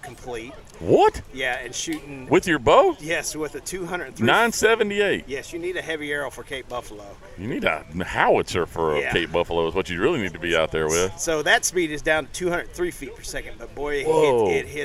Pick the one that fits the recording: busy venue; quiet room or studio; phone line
busy venue